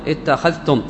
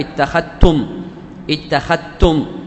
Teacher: وبعضهم يدغم الذال في التاء · Shown in: second take · اتخذتم اتخذتم، وهكذا.